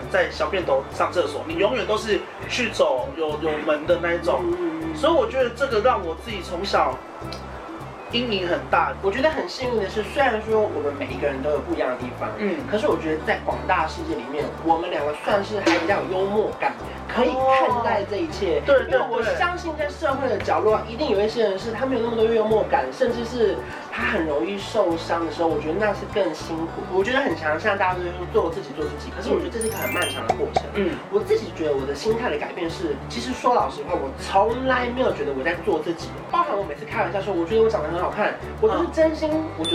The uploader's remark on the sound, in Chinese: 拍攝當天工作室外大雷雨，偏偏收音器材又沒處理好。